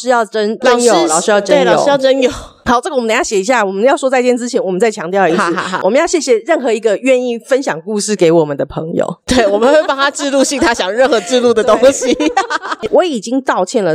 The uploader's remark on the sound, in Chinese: 因情緒的完全投入，本集音質較差，包括空間音、雜音，還有無數破麥笑聲。